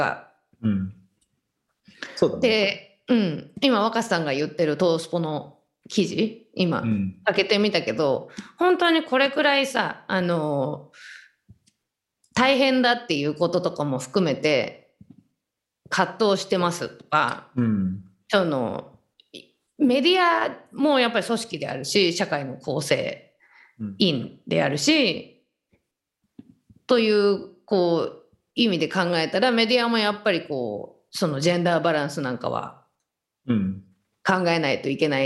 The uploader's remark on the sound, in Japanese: 本収録はビデオ会議サービス「Zoom」を使用し。一部聞き取りづらい箇所があります。